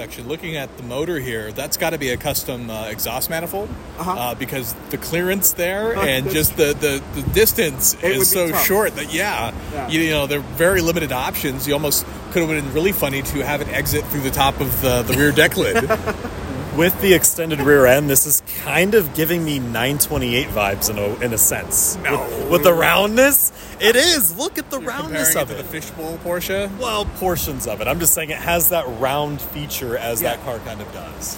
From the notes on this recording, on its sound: Tormenting Tarmac live from Barrett Jackson Day 1. Throughout the week, I will be dropping some shorter episodes from Scottsdale.